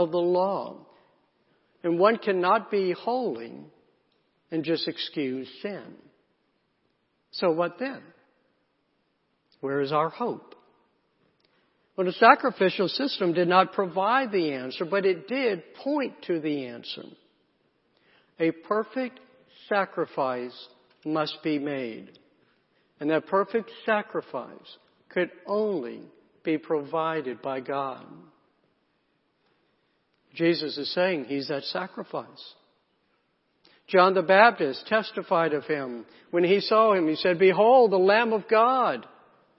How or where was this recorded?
large echoing room